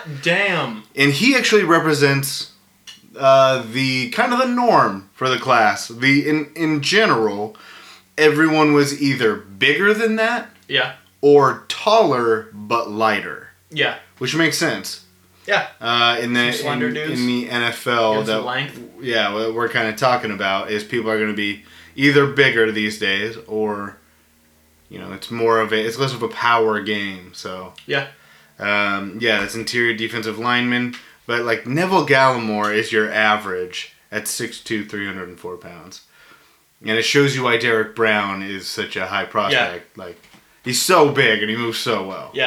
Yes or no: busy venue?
no